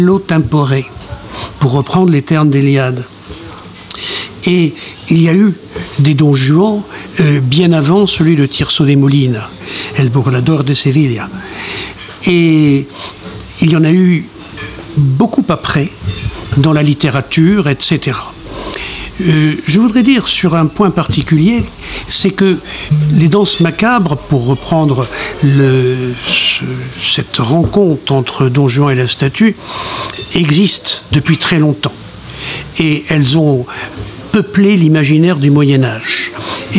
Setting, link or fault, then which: setting, busy venue